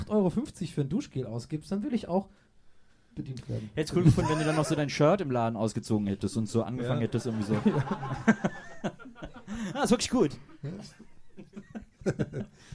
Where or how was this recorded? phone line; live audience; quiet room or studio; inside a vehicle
live audience